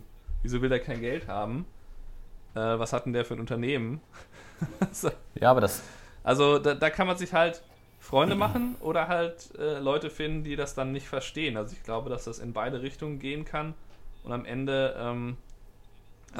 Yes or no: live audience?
no